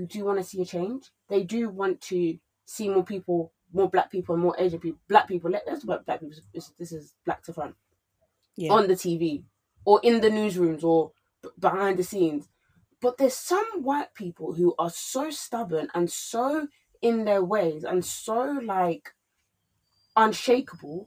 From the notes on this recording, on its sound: Sorry lads, we are recording from home again - sorry for any issues in the audio.